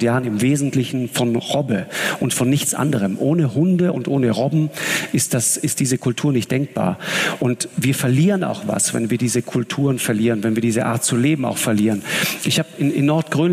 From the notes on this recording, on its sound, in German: Nun war der Moderator zu Gast in Augsburg: Im Live-Interview. Und zog das Publikum mit Geschichten über seine Expeditionen in den Bann. Das ganze Gespräch der Reihe "Augsburger Allgemeine Live".